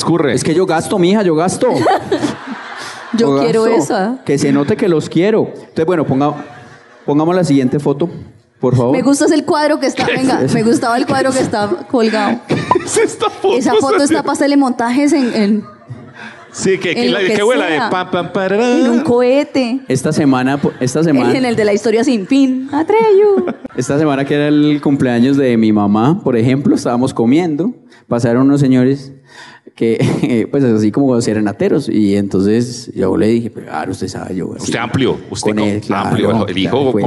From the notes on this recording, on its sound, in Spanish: Este año hicimos dos shows en Bogotá. Les compartimos este especial en vivo con gran parte de lo que pasó en vivo en el Teatro ABC.